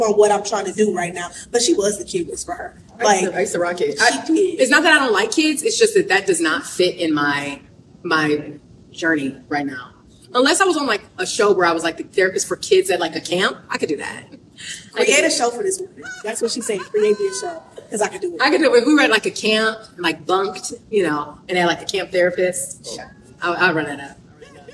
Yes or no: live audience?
yes